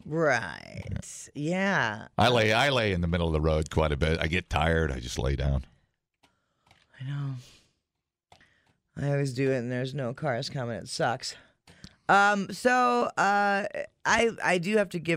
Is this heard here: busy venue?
no